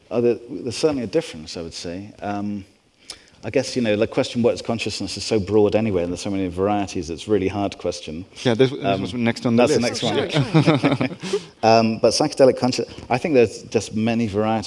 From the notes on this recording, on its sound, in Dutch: Live bonusopname. We spraken hem op Brainwash Festival 2023 in Amsterdam.